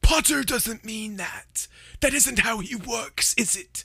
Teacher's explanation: It's so breathy. I have to like expel all my breath to say one word at a time. · Term: Voldy voice